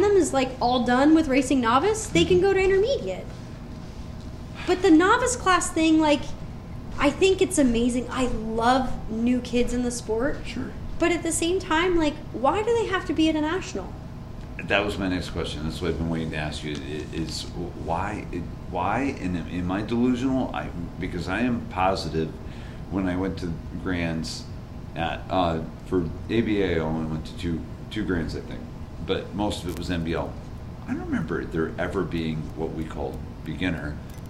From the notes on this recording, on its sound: This podcast interview was recorded during Women's Weekend at Ray's MTB Park in Cleveland Ohio. A busy weekend to say the least!